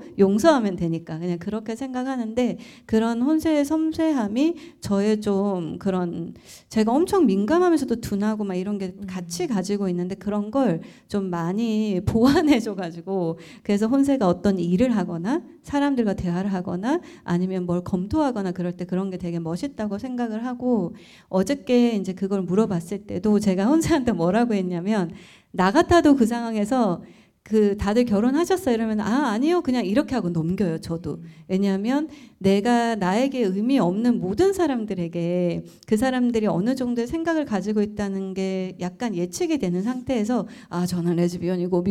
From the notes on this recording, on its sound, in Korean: 공개방송 추석맞이 고향방문. In 대전. 명절을 맞아 해방촌 가족들이 청취자 여러분을 만나러 대전에 왔습니다! 명절답게 정신 없고 따수웠던 공개방송 현장.